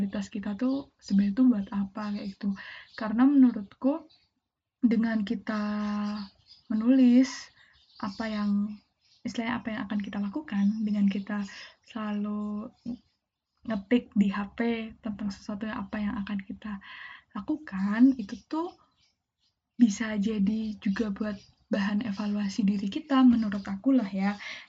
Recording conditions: sounds in the background